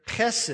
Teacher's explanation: It's just got that guttural beginning, almost the K-H sort of sound to it in English. And this word can be translated loving kindness, it can be translated love, it can be translated mercy, it can be translated faithfulness, it can be translated unfailing love, it can be translated loyal love.